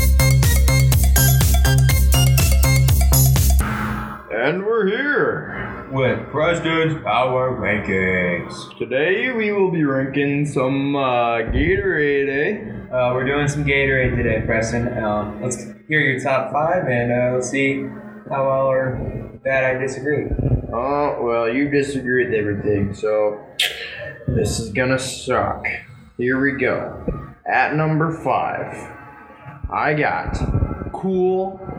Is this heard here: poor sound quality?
yes